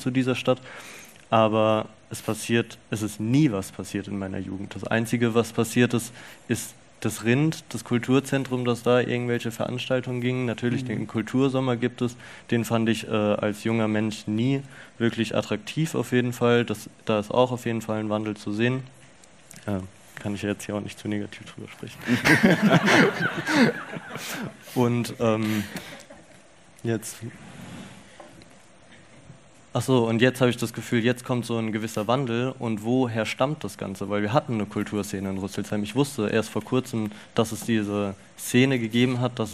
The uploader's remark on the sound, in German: In unserer Live-Folge. Inklusive hörbar lauschiger Sommerabendatmosphäre im Festungsgraben, brought to you by zirpende Grillen und Halsbandsittichkolonien!